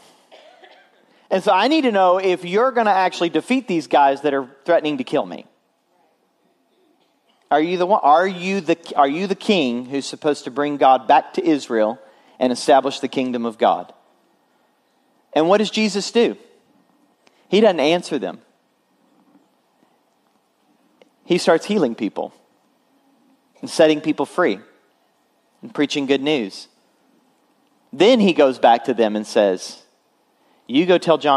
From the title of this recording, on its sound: Full Sunday Service